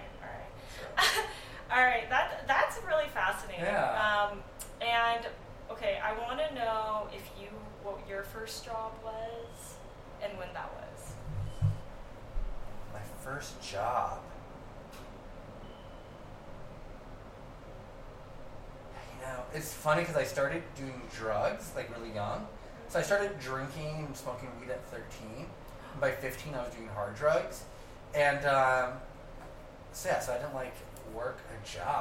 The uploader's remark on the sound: Yes we know the sound sucks. We messed up.